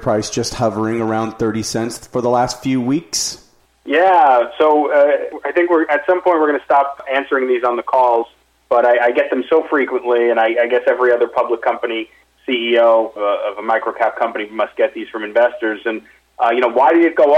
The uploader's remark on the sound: Investor Conference Call.